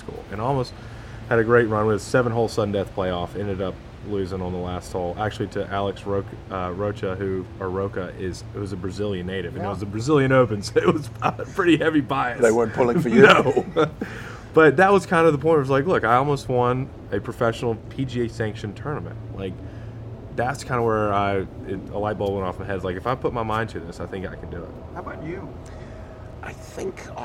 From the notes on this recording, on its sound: from outside the 15th fairway at Quail Hollow Golf Club prior to the Wells Fargo Championship